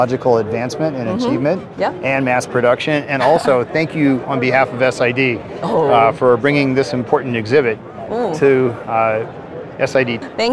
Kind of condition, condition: setting, busy venue